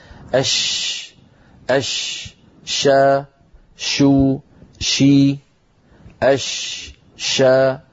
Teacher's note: حرف الشين أيها الأخت الكريمة من صفاته التفشي، والتفشي معنى انتشار الصوت عند النطق